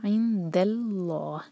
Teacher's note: دال لائٹ اور لام جلالہ ہیوی